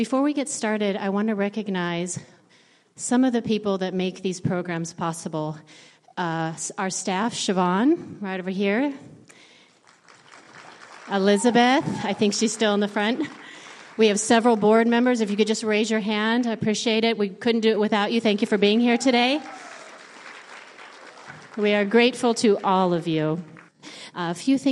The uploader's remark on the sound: A panel of local professionals answer audience questions. This program was presented by the Alaska World Affairs Council and was recorded at Bear Tooth Theatrepub.